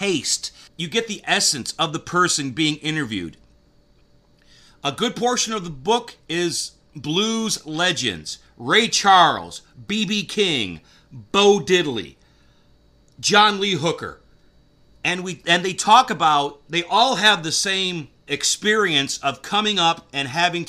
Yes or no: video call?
no